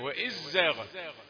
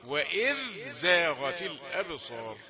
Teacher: وإذ زاغت الأبصار، في ناس من القراء يقولوا وإذ زاغت، يعني يدغم الذال في الزاي، يدغم الذال اللثوية في الزاي فتنطق زاي مشددة وإذ زاغت، لكن إحنا بنقرأ بالإظهار